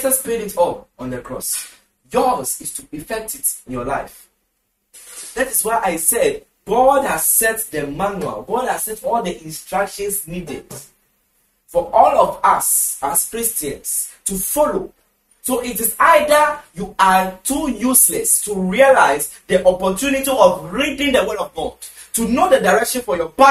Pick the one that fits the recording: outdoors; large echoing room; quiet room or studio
large echoing room